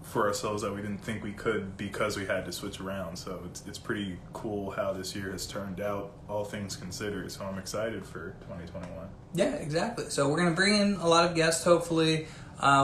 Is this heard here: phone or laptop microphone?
yes